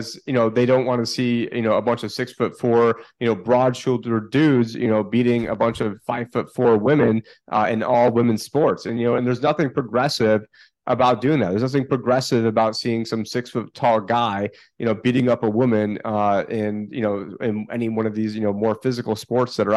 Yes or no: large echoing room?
no